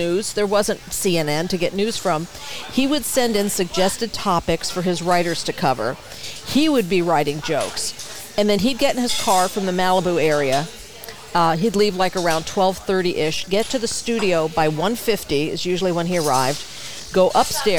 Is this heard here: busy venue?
yes